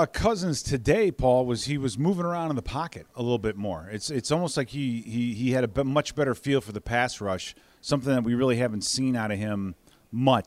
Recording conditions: busy venue